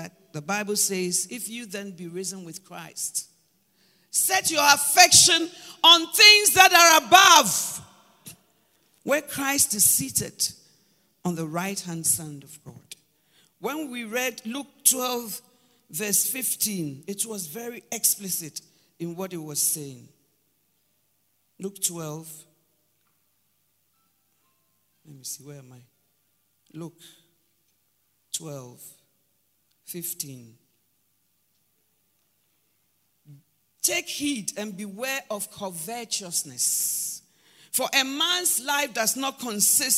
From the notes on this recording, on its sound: Preached at Palace Breakfast and Summit, April 2023.